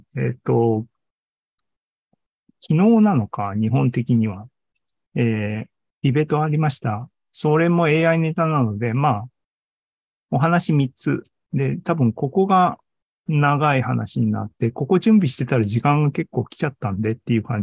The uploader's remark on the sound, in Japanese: ２０２３年６月２４日に開催した ZOOMライブの模様です。